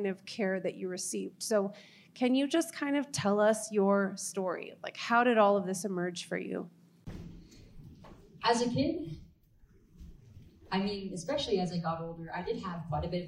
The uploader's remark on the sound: Live from Denver. Recorded live from Genspect’s The Bigger Picture Conference in November 2023 from Denver, CO, USA with special guest in-person appearance.